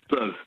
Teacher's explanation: It's a schwa in the middle, even though it's U-R. Blurb. Or if I say it quickly, it's blurb.